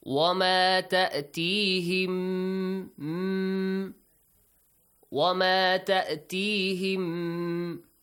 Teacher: The merging or the joining of two identical letters. So here you merge them and also you extend the sound. And also you produce a nasal sound. · Term: Mithlain